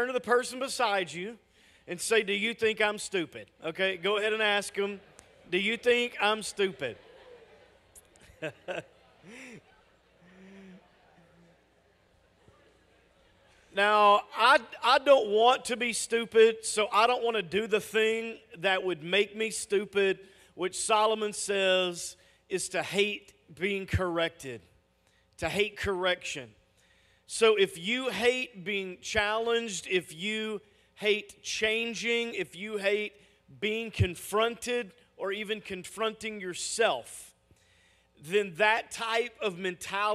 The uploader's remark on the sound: Message audio from our weekend services!